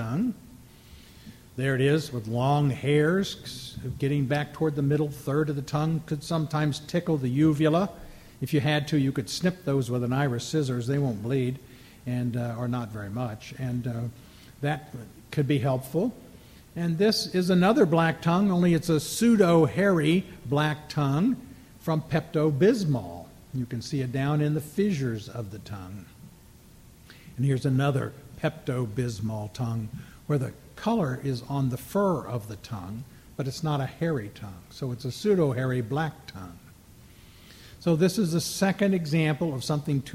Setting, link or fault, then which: setting, live audience